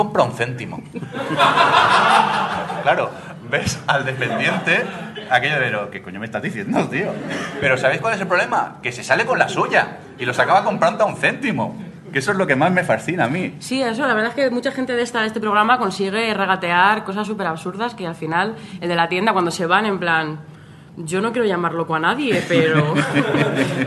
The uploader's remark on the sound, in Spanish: con un directo en Madrid desde las octavas Jornadas de Podcasting